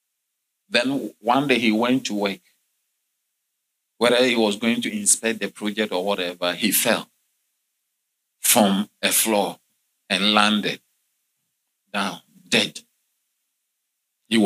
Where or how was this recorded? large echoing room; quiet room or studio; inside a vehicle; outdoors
large echoing room